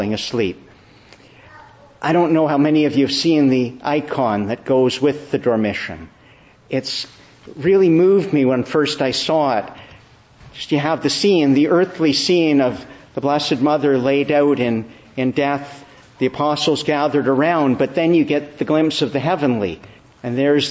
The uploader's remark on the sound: Evening Service. Preached in the Church of the Annunciation of the Blessed Virgin Mary.